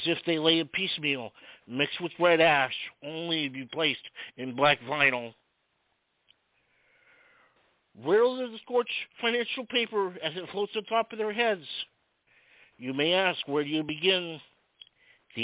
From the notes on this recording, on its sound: Some poets will be calling in live, sharing their verses directly with us. We will broadcast other poets reading their poems via MP3 audio files.